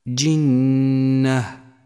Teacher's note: تأمل النون المشددة في كلمة جنة، جنة، لونت بالأخضر لأنها تحتاج إلى غنة زمنها 2